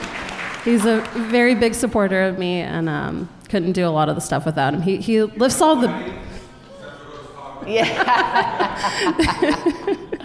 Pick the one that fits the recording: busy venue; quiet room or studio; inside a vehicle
busy venue